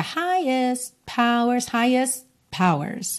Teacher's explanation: Percebe também que a gente não dá ênfase pro T final de highest